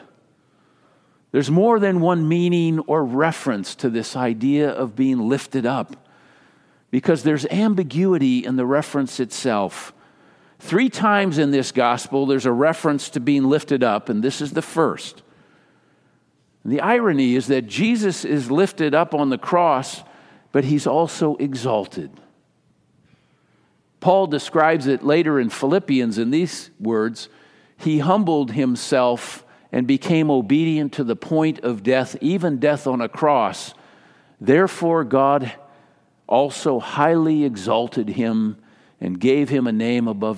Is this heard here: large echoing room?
yes